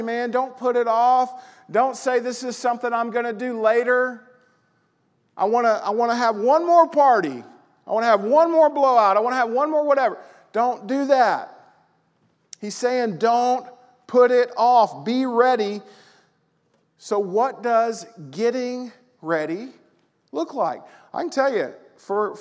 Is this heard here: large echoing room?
yes